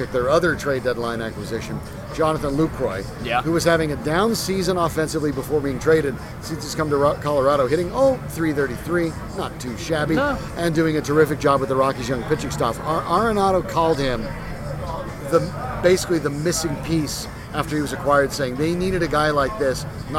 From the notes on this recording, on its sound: Recording live at Tap XIV prior to the #Rockies' series finale against the Braves.